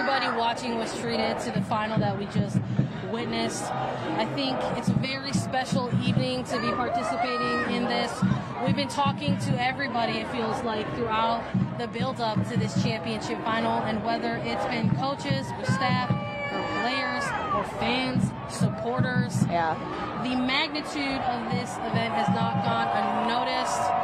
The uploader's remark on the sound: Record live from the NWSL Championship trophy ceremony on the field as the Portland Thorns receive their 2022 trophy.